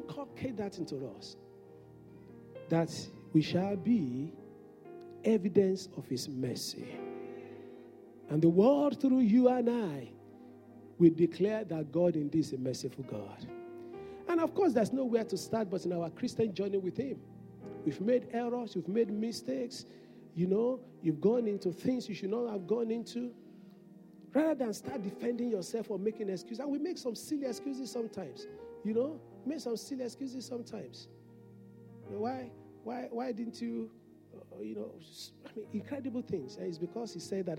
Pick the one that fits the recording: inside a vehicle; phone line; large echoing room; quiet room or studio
large echoing room